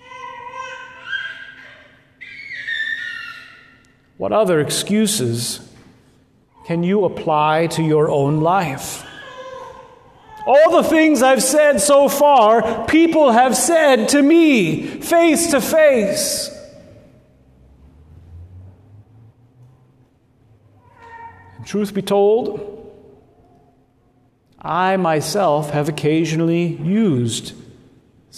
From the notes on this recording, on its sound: at Good Shepherd Lutheran Church Lincoln NE